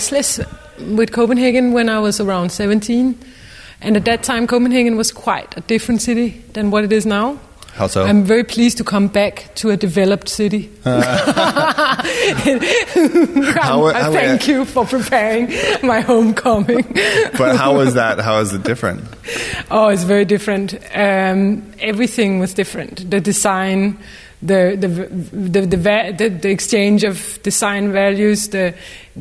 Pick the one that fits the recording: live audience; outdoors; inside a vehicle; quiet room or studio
live audience